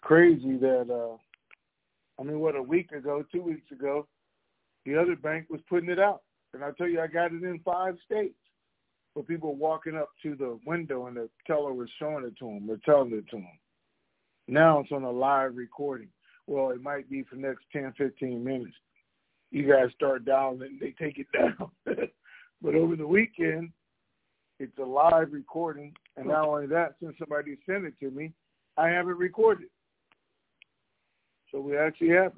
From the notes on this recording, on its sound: TNTSuperfantastic Conference Call